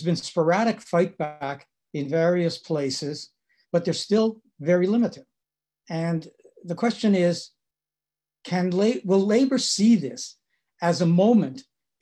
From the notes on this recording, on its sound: Recording of TWT & Verso's webinar